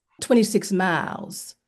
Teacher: But what you hear is the hallmarks of Southern speech. You hear very dark L. So when she says 26 miles, so the L is very, very dark till it almost disappears completely.